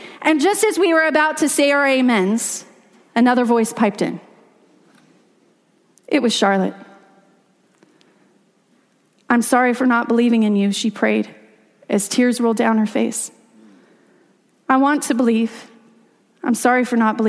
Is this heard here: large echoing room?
yes